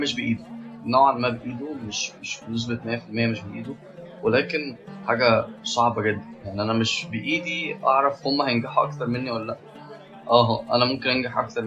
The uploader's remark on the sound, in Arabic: بعض النظر عن جودة الصوت المختلفة عن العادي